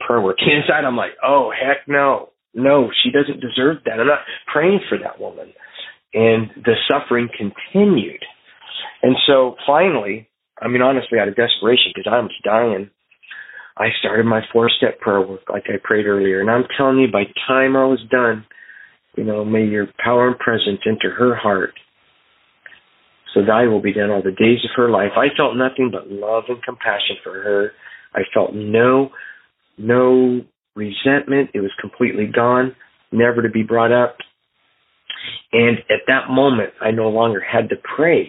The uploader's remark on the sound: Phone Meeting Workshop